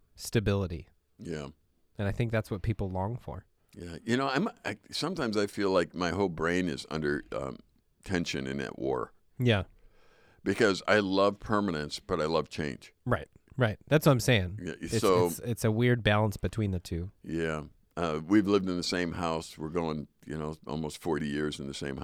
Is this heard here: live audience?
no